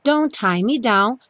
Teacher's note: só tem som de um T